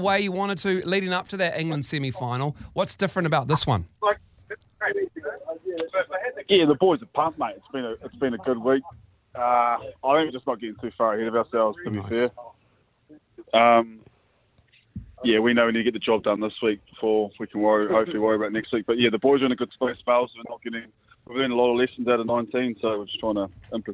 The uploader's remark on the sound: on the phone